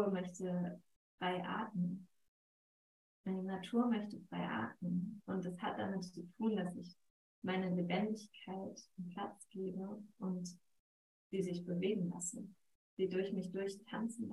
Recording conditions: poor sound quality